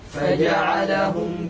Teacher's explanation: الفاء من بطن الشفة السفلى مع أطراف الثنايا العليا